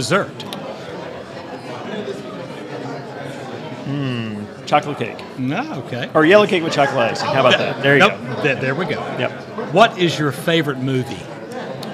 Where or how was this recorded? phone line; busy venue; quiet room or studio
busy venue